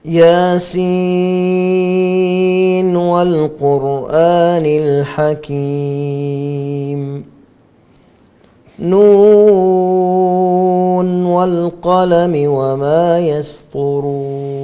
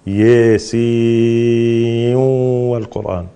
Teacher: وشعبة يقرأها بالإدغام يضغم النون مع الواو · Shown in: second take